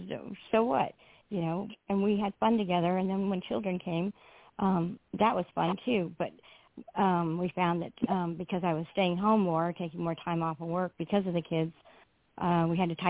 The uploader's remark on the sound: The phone lines are open all show again!